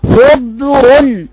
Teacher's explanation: ضاد ساكنة فيها رخاوة، وراء ساكنة فيها توسط، وراء مضمومة